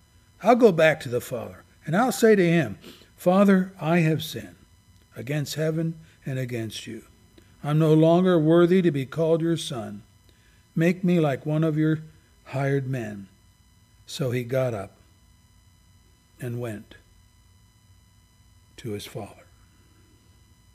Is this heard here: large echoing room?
yes